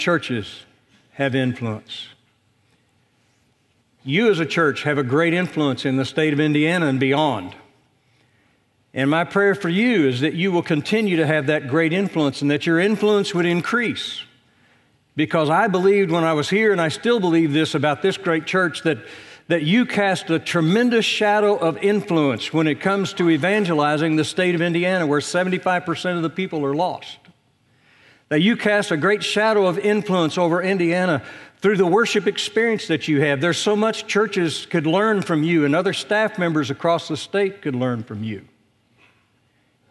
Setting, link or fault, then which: setting, large echoing room